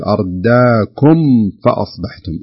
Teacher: فلا بد من إظهار الميم كاملة، فتقرأ بهذا الشكل: أرداكم فأصبحتم، ولا نخفيها أو يعني يكون فيها شيء من الإخفاء.